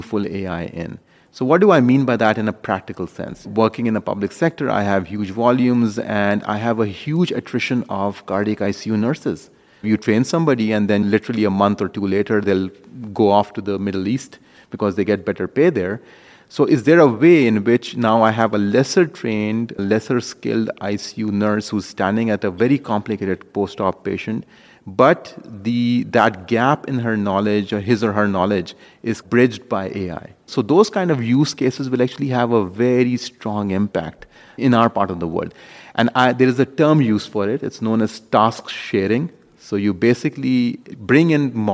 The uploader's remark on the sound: We sat down with him at the World Congress of Pediatric Cardiology and Cardiac Surgery in Washington DC